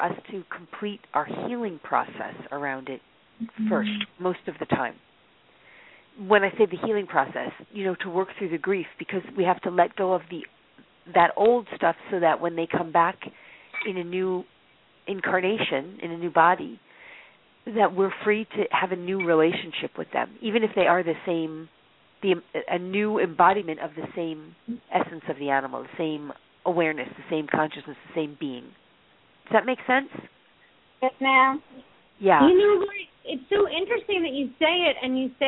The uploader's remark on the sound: Open up the lines for listeners to call in to ask questions to their animals.